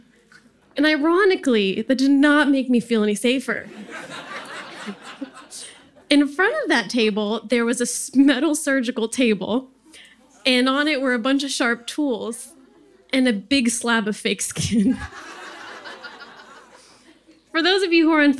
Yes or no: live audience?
yes